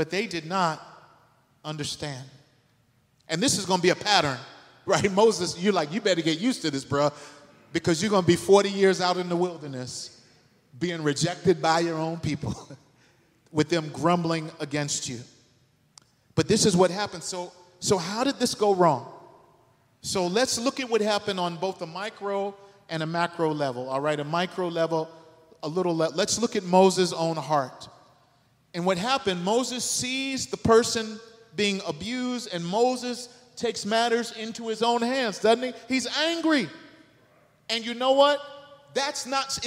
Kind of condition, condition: setting, large echoing room